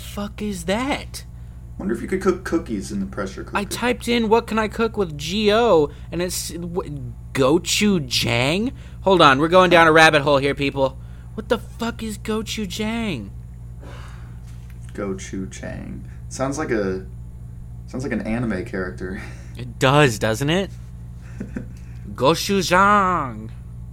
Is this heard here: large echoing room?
no